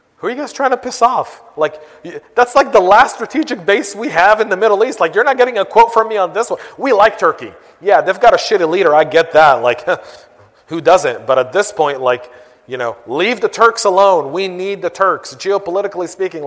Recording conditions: live audience